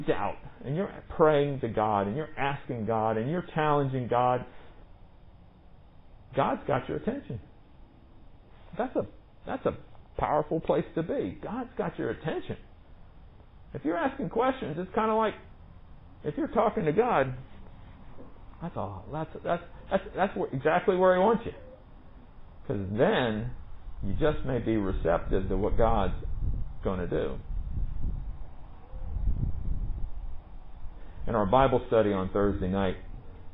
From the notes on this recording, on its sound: Recorded at MPPC under the pavilion